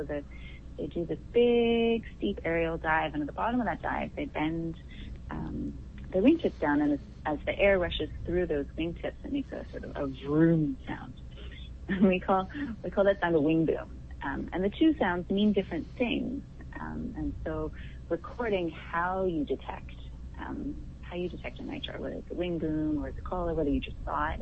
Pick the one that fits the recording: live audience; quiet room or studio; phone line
phone line